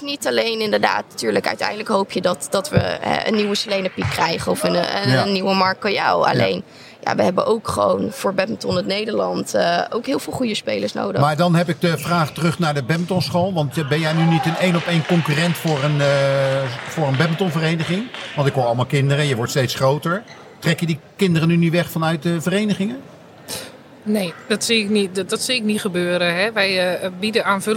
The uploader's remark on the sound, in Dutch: De speciale NK editie is opgenomen op de zaterdag van het NK 2023 in Almere.